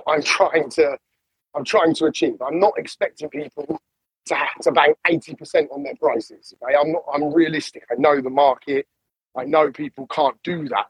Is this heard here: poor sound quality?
yes